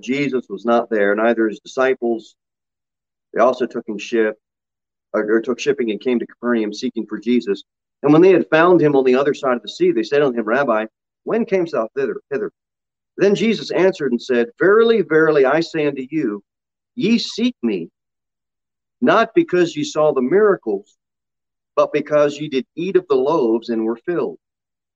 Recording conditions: large echoing room